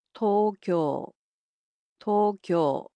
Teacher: it's similar to English, except the O sounds in it are a bit longer